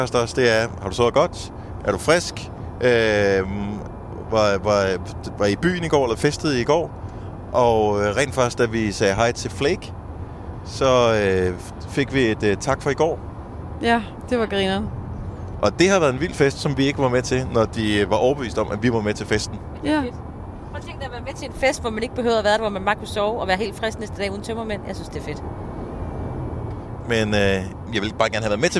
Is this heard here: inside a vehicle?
yes